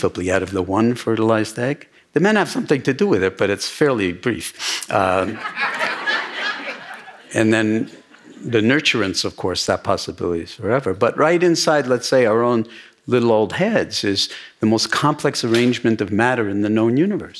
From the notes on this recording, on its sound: episode recorded at Omega's 2017 Being Fearless Conference